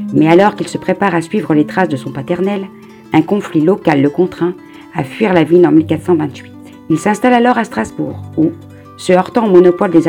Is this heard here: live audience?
no